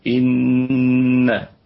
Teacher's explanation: النون مشددة في أعلى درجات الغنة ونقف على الكلمة بالغنة الكاملة إن سواء كانت الغنة سواء كان الحرف المشدد في وسط الكلمة أو في آخر الكلمة لابد أن نأتي بالغنة الكاملة وغن ميما ثم نونا شددا وسمي كلا حرف غنة بلا.